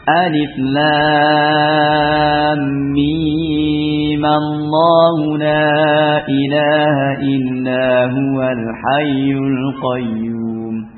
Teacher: Karena depannya adalah huruf mufakhamah, lam yang dibaca tafkhim.